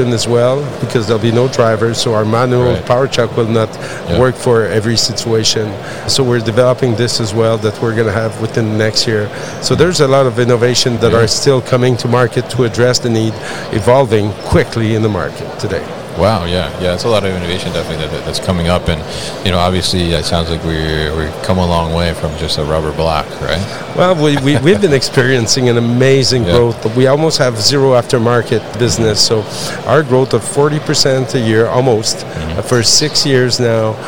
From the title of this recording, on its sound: GMR Safety at MODEX 2022